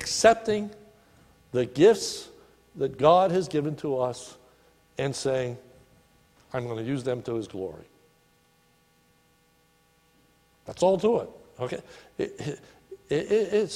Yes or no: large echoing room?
yes